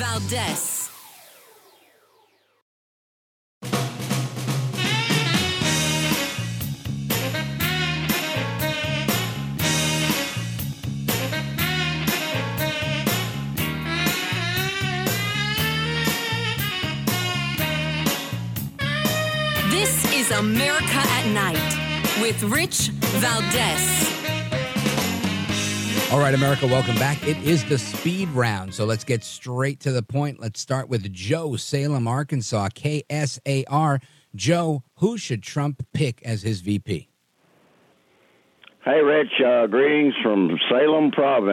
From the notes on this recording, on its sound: we take your calls in open phones across America